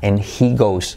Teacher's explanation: Me como la H.